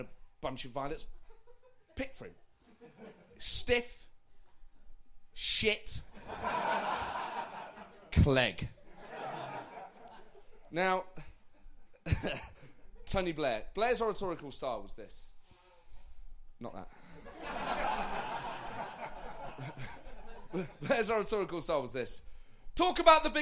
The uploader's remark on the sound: A very special show recorded live at the St James Theatre.